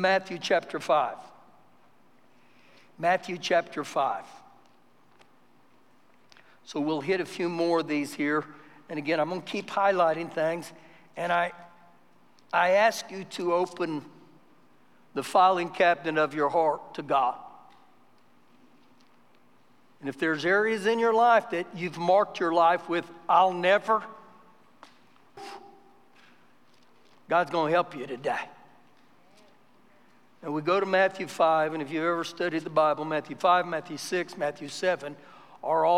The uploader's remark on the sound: Recorded live during our Sunday morning service